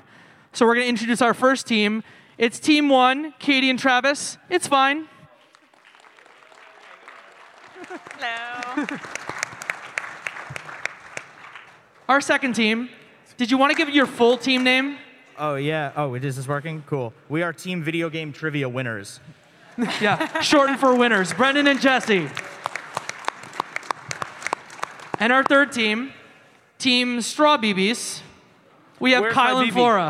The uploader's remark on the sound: Live from PAX East 2023. Video Game Trivia Live returned to PAX with its first trivia gauntlet in Boston! Recorded live at PAX East 2023. At the Boston Convention and Exhibition Centre.